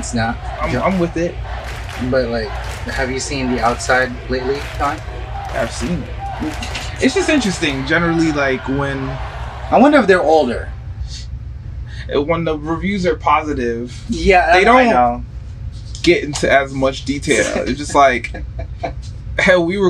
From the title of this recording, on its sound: Live in the restaurant